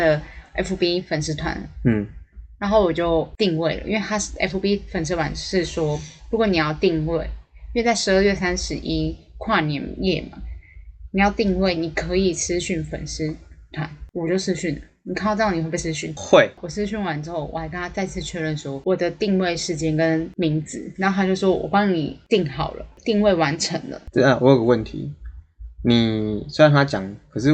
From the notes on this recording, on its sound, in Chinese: 因為第一集又在外地錄音內容有點粗糙